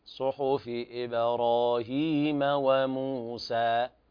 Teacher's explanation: أيضا كلمة وموسى يعني مد طبيعي لا يزيد عن حركتين